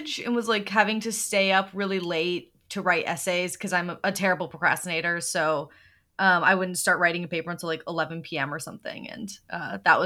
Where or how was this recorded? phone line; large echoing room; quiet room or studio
quiet room or studio